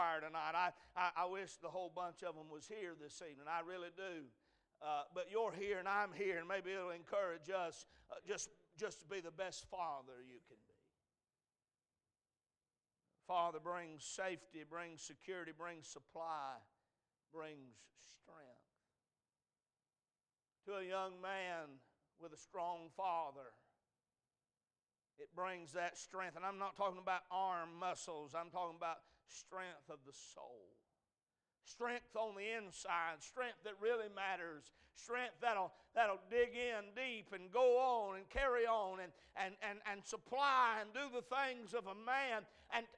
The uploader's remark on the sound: A message preached at Crossroads Baptist Church